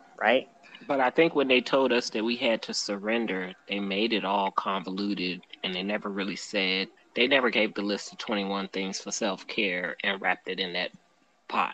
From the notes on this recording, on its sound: This episode was recorded last week, live on the Stereo App, and features some of my friends who regularly participate in the show.